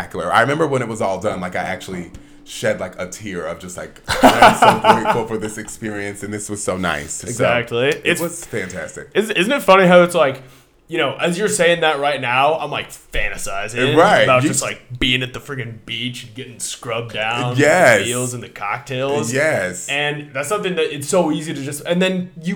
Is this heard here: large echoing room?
no